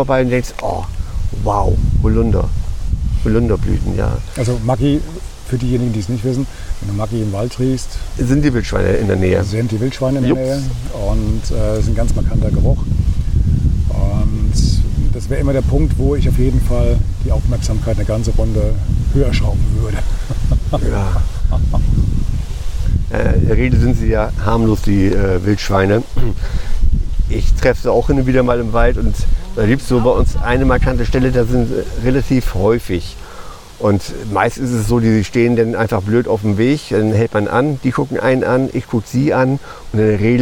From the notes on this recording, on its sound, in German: Findet sich der Zuhörer mitten im bayerischen Frankenland wieder. Diese Episode ist der zweite Teil der Aufnahmen im fränkischen Roth. Diesmal am Hafen des Rhein-Main-Donau-Kanals in Roth – dort, wo sich bei der "Challenge Roth" (früher "Ironman Roth") Abertausende durchtrainierter Triathleten erst durch die Fluten des Kanals und zum Schluss über die Laufstrecke schleppen. Am eigentlichen Ort des Geschehens.